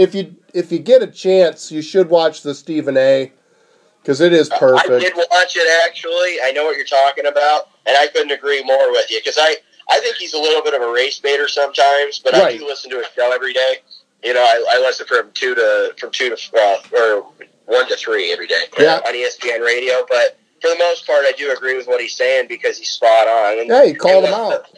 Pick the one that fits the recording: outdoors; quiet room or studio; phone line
phone line